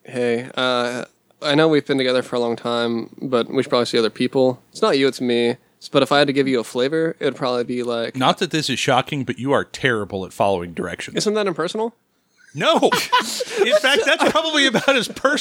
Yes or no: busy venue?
no